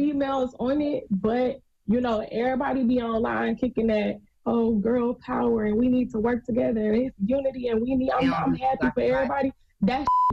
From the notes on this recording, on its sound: Today on the show we opened up the phone lines